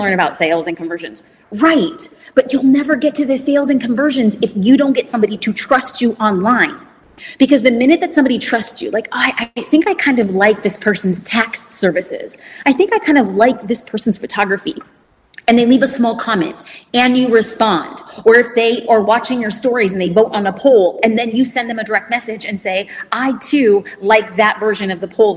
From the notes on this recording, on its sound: A recording from a Q+A I did after my keynote presentation at the Manychat convention. What you’re about to hear is a recording from a Q+A I did after my keynote presentation at the Manychat convention, Conversations . The business owners there asked such amazing questions about business, social media, and everything in between.